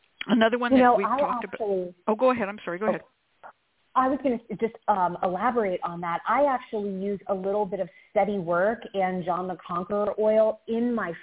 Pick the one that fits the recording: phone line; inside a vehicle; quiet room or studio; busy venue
phone line